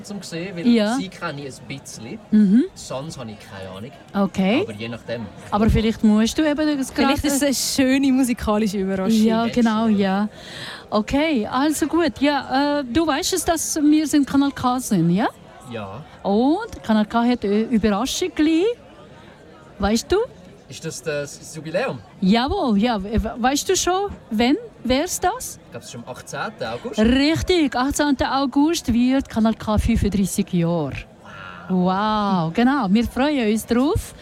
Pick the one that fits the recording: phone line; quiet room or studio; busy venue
busy venue